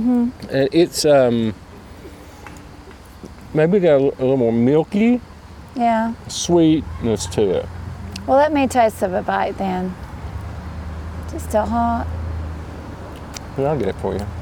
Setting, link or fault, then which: setting, outdoors